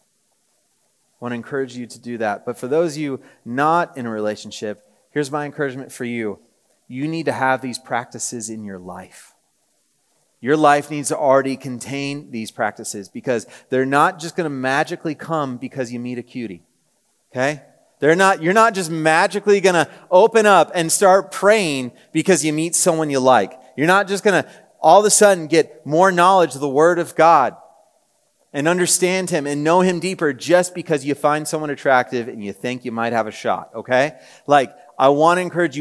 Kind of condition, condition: setting, live audience